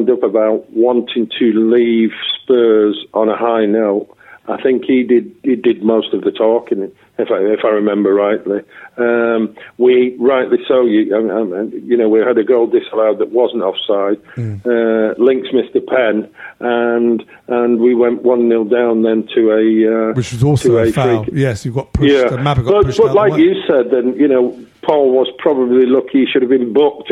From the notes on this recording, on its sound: on the phone